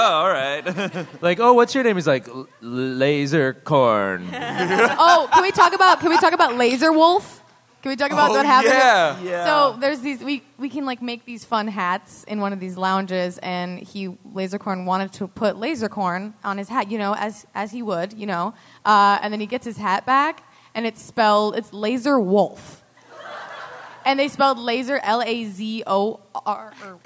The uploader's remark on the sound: This live SmoshCast was recorded at VidCon 2019.